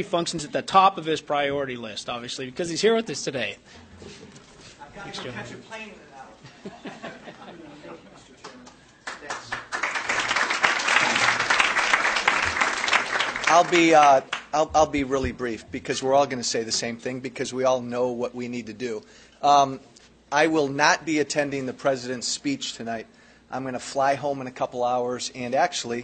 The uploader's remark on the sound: WASHINGTON, DC. Appeared before a Small Business Policy luncheon of The Ripon Society.